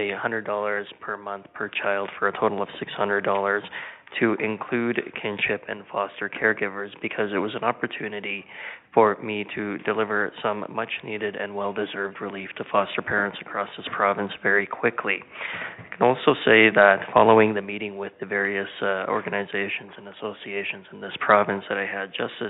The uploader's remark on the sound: interactive telephone town hall